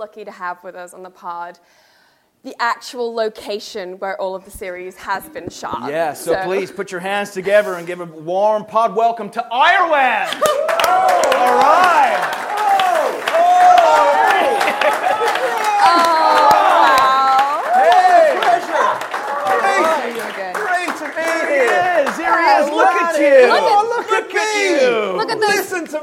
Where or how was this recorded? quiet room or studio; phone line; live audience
live audience